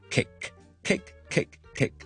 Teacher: cake 嘅响音咧，其实系 a 一个有转变嘅一个响音，我哋所谓一个双元音嚟